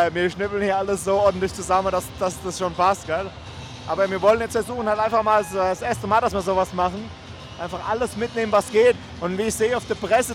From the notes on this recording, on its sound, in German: live aus dem Waldstadion in Frankfurt